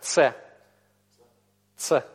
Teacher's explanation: Но это было первоначально, и это есть в арабском. Сейчас в современном иврите этот звук стал просто обычным европейским «ц»